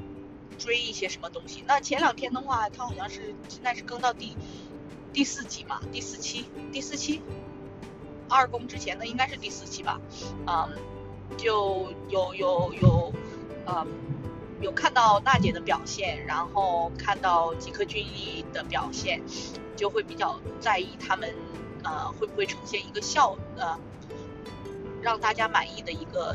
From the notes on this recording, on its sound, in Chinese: 还是一如既往的渣音质。不剪辑！